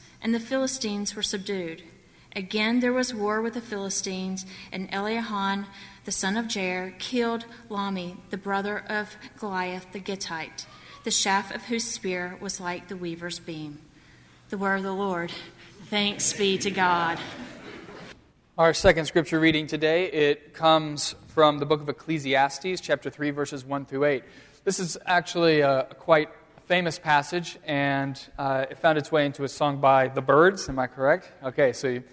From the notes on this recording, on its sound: during the Crossroads service (9:30 am) on Sunday April 10, 2016, at First Presbyterian Church of Arlington Heights, Illinois